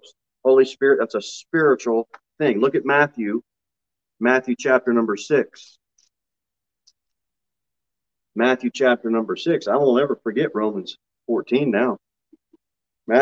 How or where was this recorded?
large echoing room